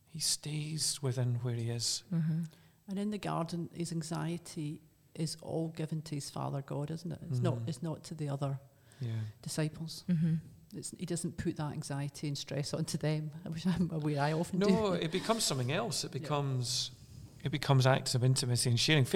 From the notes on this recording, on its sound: This episode was recorded in Aberfeldy Church of Scotland